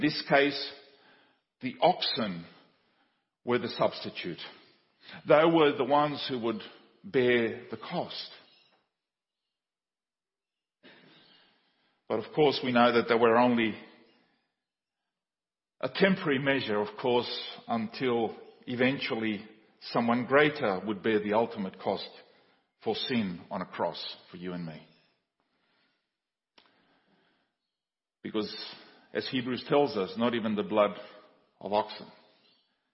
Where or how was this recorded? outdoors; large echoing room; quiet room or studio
large echoing room